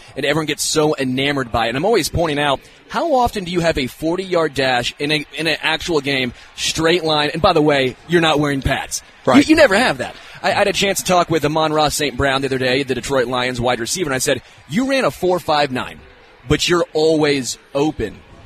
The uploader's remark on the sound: LIVE from Hollywood Casino!